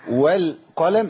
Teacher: اللام هنا اللام في غير اسم الجلاله مرققه على طول